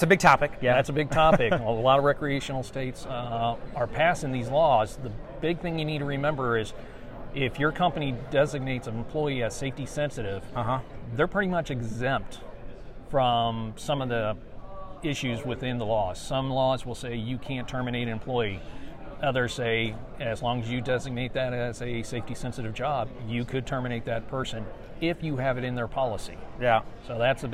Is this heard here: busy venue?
yes